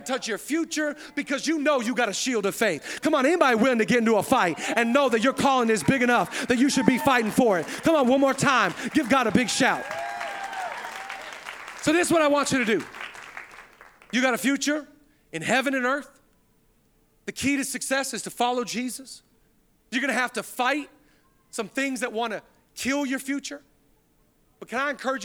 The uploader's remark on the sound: Zoe Church LA. Live from the El Rey Theater.